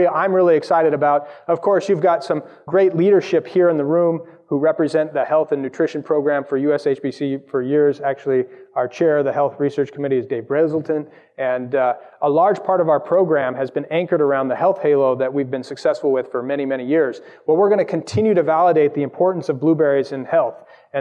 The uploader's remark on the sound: Presented together at the conference. Recorded live at the conference.